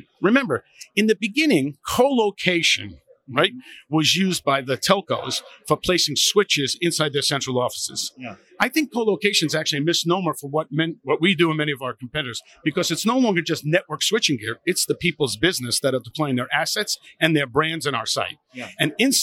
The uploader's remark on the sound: Live from Metro Connect